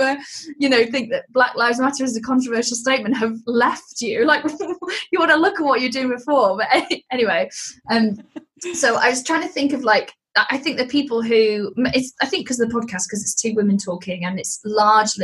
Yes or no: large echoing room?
no